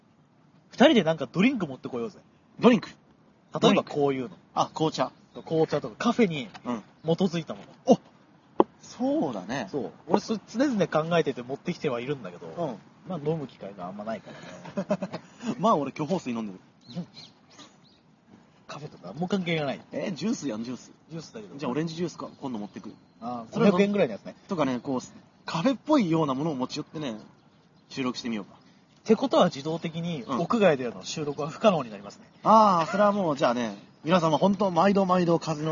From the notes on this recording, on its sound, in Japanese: なお、今回、収録現場に強風が吹き荒れていたため、風の音が入っていることがあります。